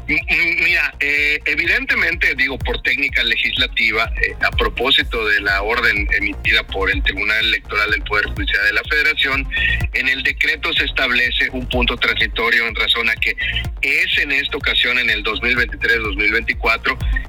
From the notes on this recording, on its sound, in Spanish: Entrevista telefónica